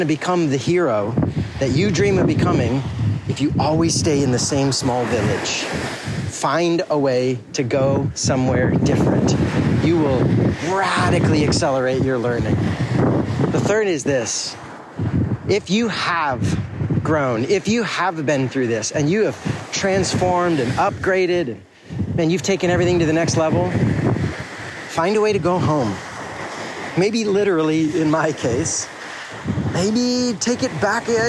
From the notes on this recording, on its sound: I came back to the town I grew up in and it got me thinking. Sitting on the beach, I pulled out my phone.